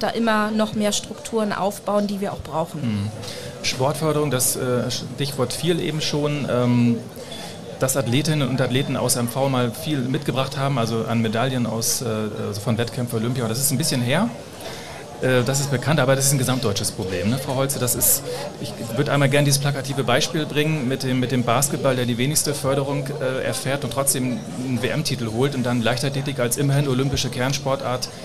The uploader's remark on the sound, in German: In der Sonderfolge, die live in der Landesvertretung MV in Berlin aufgezeichnet wurde.